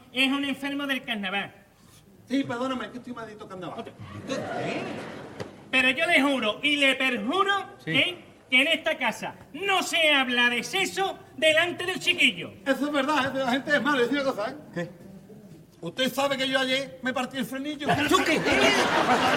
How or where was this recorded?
live audience